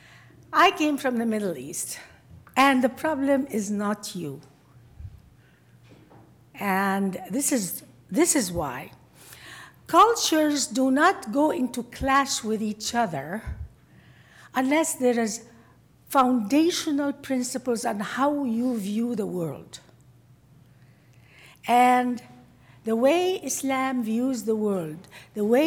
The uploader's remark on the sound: The event was recorded at CBLPI's Western Women's Summit in Phoenix AZ in October 2017.